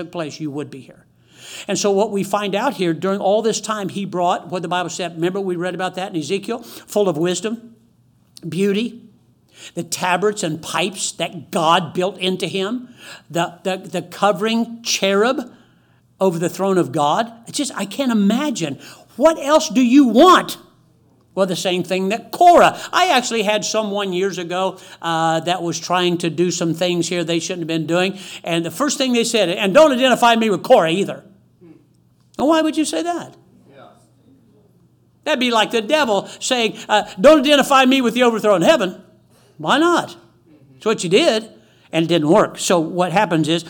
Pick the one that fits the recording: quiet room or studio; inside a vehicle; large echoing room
large echoing room